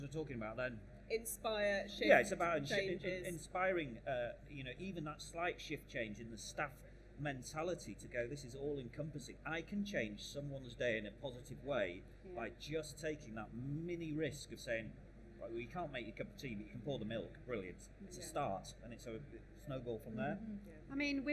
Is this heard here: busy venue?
yes